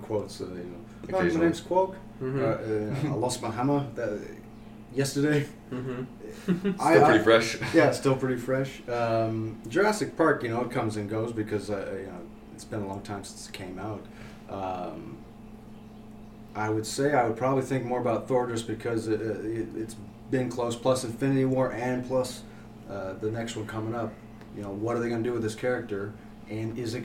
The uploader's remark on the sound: New microphones, microphones fucking up. We have a new microphone for this episode but unfortunately it was our first time testing out. It's not the best of quality.